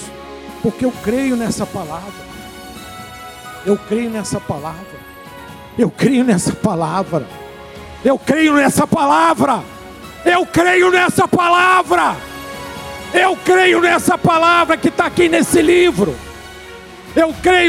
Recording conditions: large echoing room